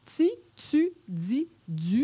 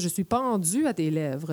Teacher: quand il y a un T ou un D suivi du I ou du U, nous, on ajoute un Z · Term: affrication